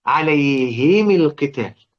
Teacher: يكسر الميم بعد الهاء اذا وقع بعدها حرف ساكن